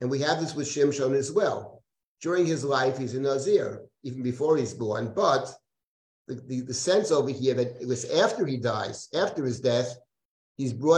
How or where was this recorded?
video call